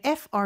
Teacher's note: 물론 단어를 얘기할 때는 for이지만 빨리 발음할 때는 for 모음 소리 없이 그냥 fr 소리만 나는 경우가 많아요